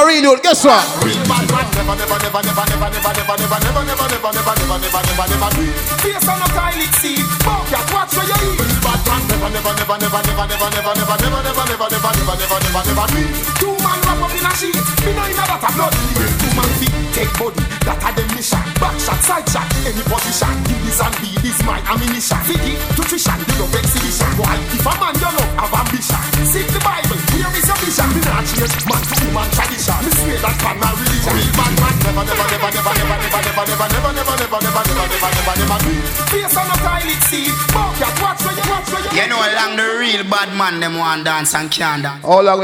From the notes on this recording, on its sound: LIVE IN CONCERT